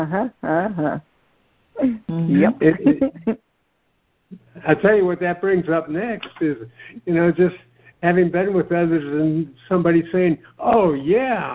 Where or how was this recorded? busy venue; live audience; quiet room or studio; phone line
phone line